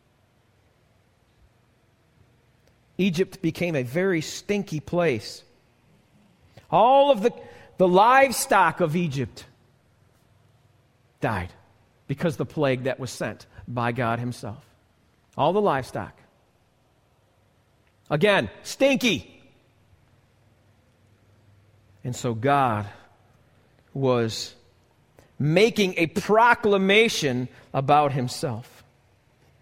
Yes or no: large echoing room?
yes